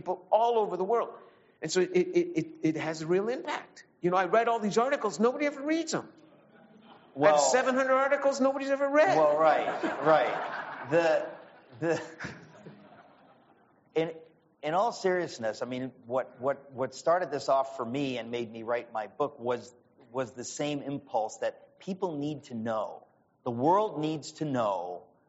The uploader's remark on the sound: This event took place at the River Oaks Country Club in Houston, Texas in October 2022.